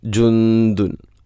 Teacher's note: സുക്കൂനുള്ള നൂനിന് ശേഷം ദാല്, അപ്പോൾ നൂനിനെ അവ്യക്തമാക്കി മണിക്കണം. · Term: ഇഖ്ഫാവും ബിഗുന്ന